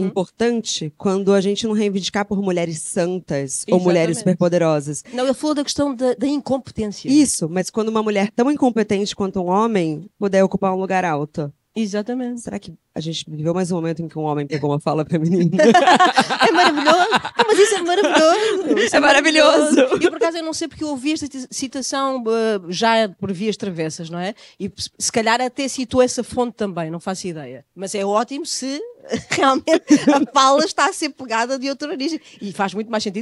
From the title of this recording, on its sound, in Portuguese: episódio ao vivo de Lisboa